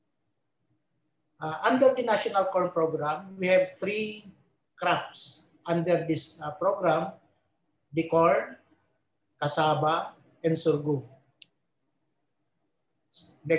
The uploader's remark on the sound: In this webinar